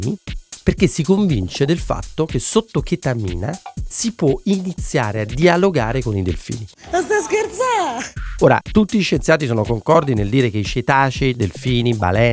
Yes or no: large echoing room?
no